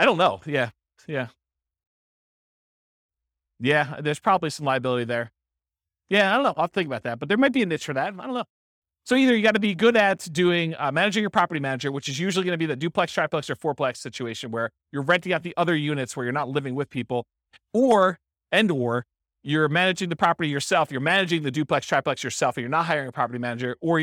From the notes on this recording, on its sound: This was a live class recorded